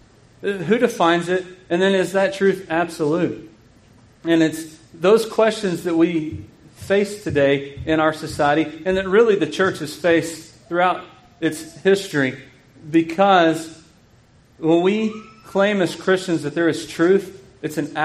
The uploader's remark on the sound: This sermon was preached at Grace Bible Church in KIlleen, Texas.